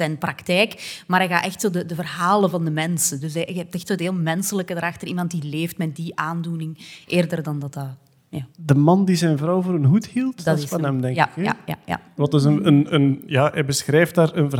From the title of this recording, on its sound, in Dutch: Live op "9000 Boeken" in Gent